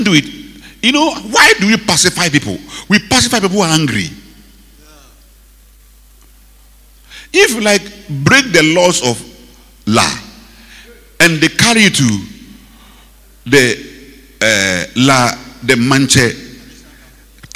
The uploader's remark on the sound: Preached at the Rose of Sharon Cathedral, Catch the Anointing Centre, LA - Accra. Preached at the Rose of Sharon Cathedral, Catch the Anointing Centre, LA - Accra.